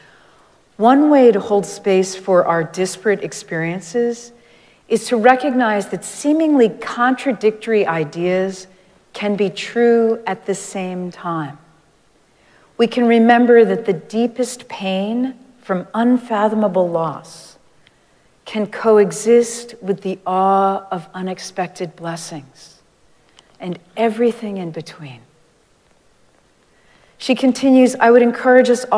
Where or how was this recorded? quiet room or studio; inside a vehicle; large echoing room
large echoing room